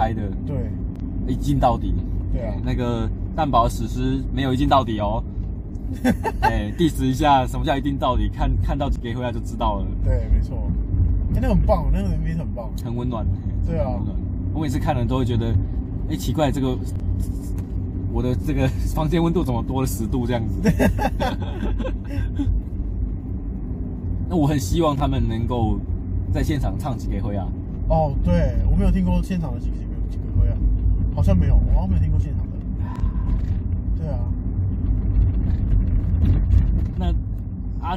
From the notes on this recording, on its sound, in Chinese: 錄音地點：AM車上。